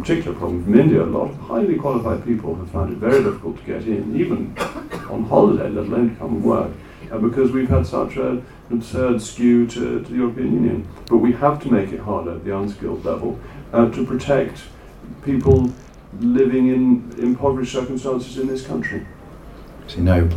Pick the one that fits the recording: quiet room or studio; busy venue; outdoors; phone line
busy venue